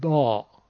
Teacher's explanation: حرف ضاد رو در مصر و اطرافش مثل دال درش میگن